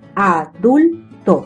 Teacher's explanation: Se carga la voz en la sílaba dul.